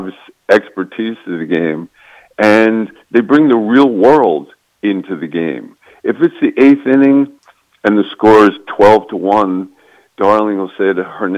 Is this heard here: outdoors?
no